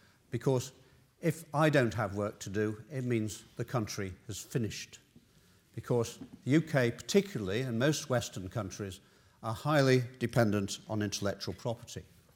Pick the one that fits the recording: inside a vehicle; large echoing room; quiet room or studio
large echoing room